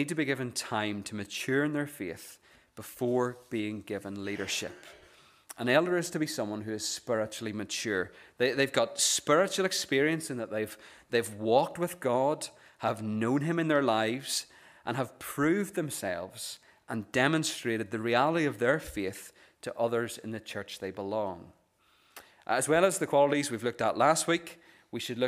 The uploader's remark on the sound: This is the recording of the Bible reading and sermon from our morning service on Sunday 17th September 2023.